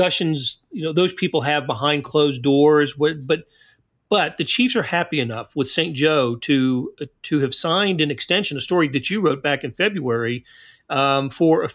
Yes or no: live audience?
no